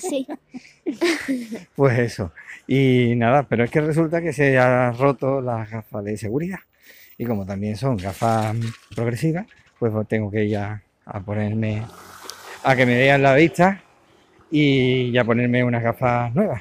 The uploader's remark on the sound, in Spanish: Hemos aprovechado que teníamos cosas que hacer para grabar desde la calle con el sonido ambiente.